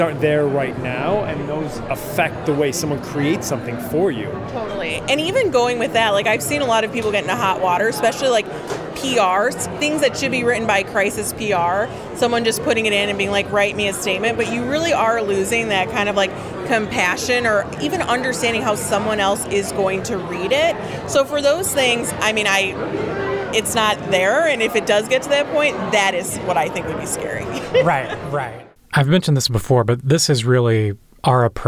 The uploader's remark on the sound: We're in the field, gathering the thoughts and insights from the marketers we spoke with at Neocon.